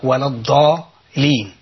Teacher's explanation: اللام اللي هي اللام المشدده المفروض انها تبقى لامين. لازم اسمع لامين.